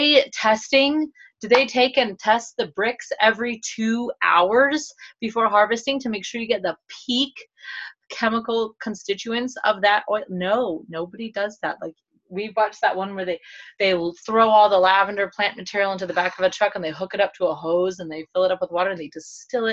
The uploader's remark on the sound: Zoom call - I believe this one was from our hotel room at convention, the file may be cut off halfway through. There were a lot of technical issues!!